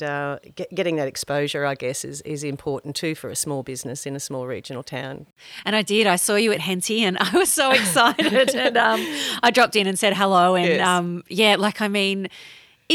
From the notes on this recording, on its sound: recorded in the outdoor area of Fisher & Farmer